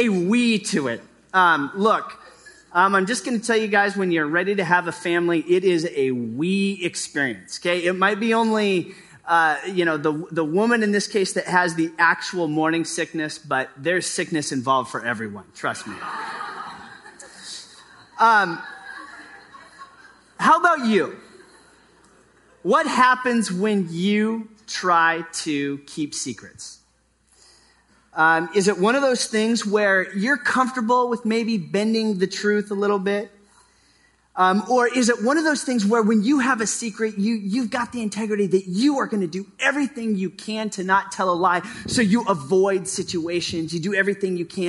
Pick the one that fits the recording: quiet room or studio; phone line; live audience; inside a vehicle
live audience